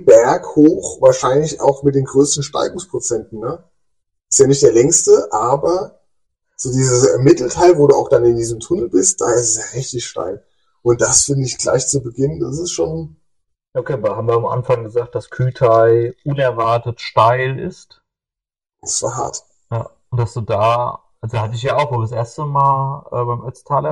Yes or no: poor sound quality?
yes